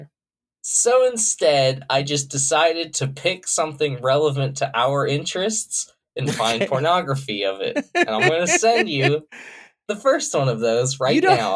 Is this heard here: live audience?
no